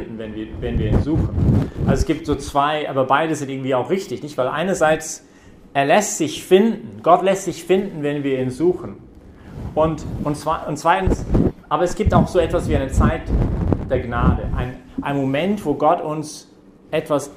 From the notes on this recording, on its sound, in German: Predigt während der BeFree Messe. Im Zentrum Johannes Paul II.